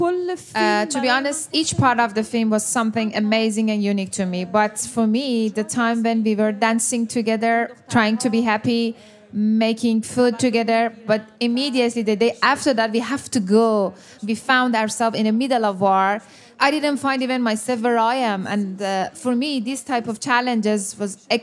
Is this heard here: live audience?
yes